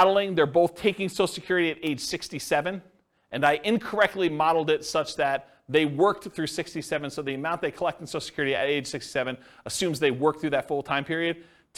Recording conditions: live audience